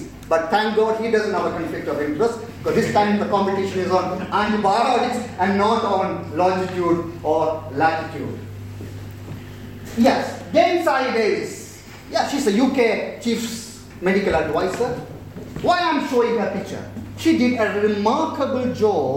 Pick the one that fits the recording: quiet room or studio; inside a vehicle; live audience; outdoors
live audience